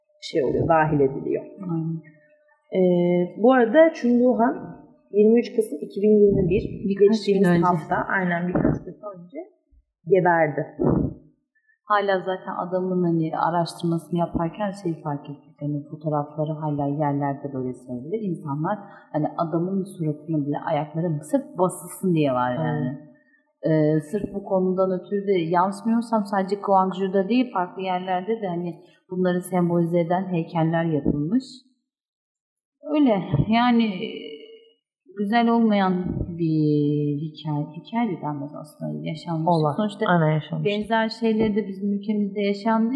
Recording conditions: poor sound quality